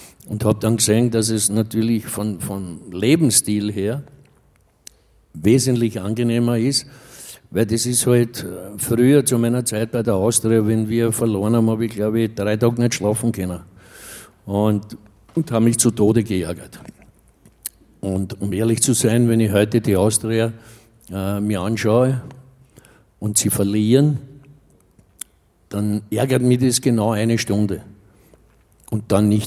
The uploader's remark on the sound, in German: Auf dem roten Stuhl LIVE SHOW